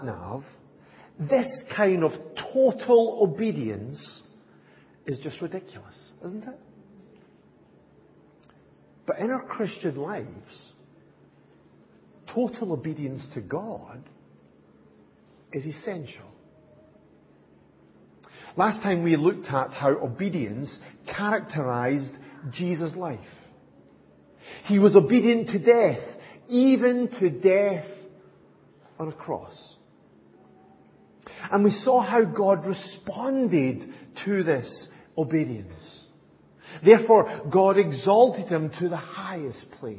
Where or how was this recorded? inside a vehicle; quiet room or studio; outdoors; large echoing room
large echoing room